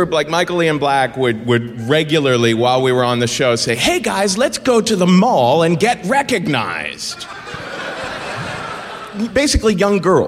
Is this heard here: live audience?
yes